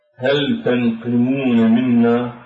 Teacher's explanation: هنا اللام ساكنة وتدغم بحرف التاء · Term: إدغام اللام بحرف التاء